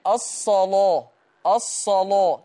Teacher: اللام عند ورش مفخمة. اللام تمام مغلظة، بس بشرط إن اللام دي تبقى مفتوحة وقبلها صاد أو طاء أو ظاء. فغلظ اللام.